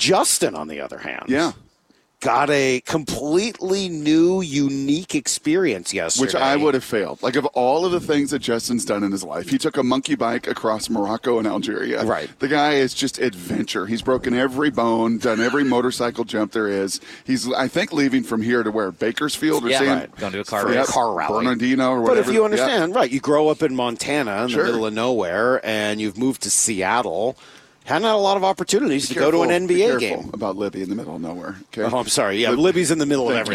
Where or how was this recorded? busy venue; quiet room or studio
busy venue